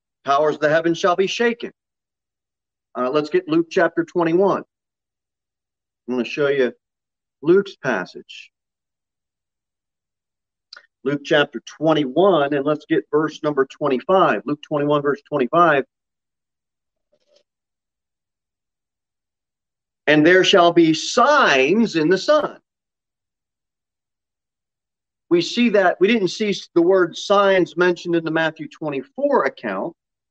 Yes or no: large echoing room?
yes